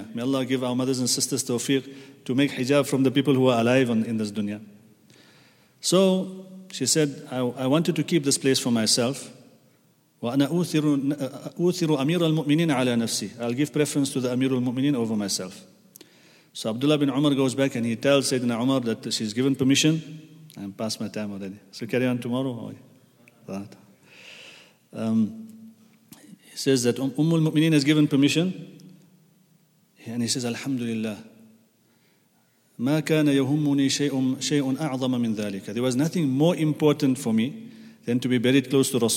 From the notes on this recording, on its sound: at the Houghton Masjid (West Street)